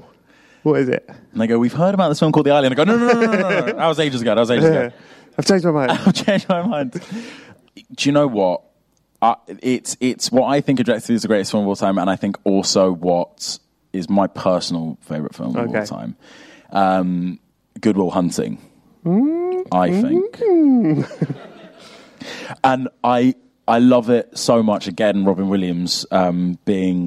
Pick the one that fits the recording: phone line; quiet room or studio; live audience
live audience